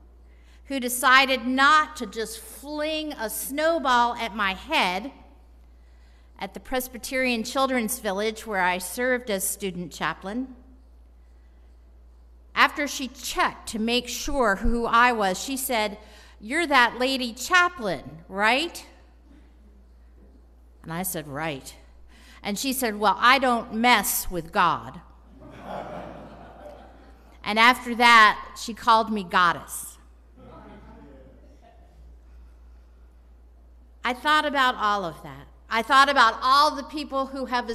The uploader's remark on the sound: Bonus - Installation Sermon & Charge. At the service of installation.